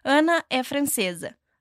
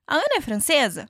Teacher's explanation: É como se a minha voz estivesse ali subindo enquanto eu falo. · Shown in: second take · Term: entonação de pergunta